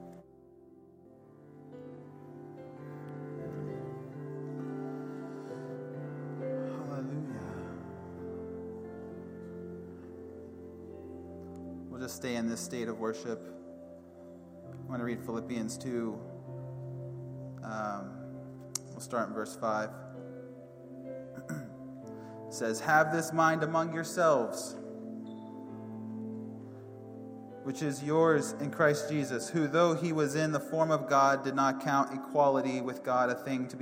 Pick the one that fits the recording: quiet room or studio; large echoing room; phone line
large echoing room